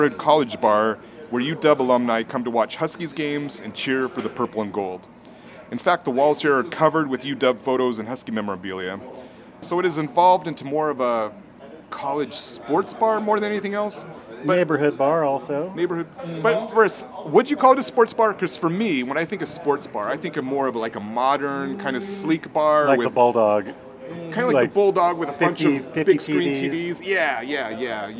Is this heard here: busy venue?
yes